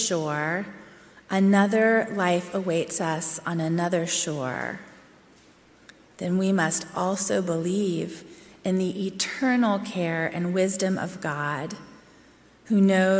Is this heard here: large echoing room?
yes